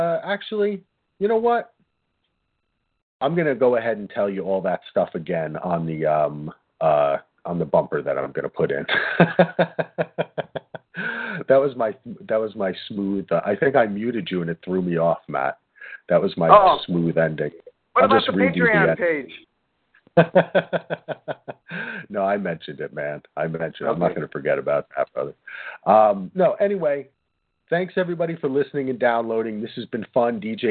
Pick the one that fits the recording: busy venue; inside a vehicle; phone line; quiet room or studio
phone line